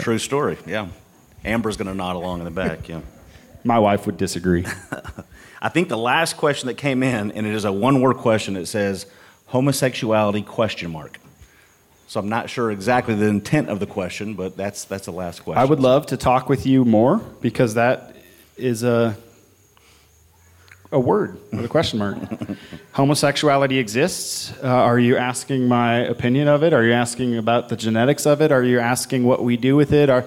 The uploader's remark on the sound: Audio only for this one because we met outside at Victor Ashe Park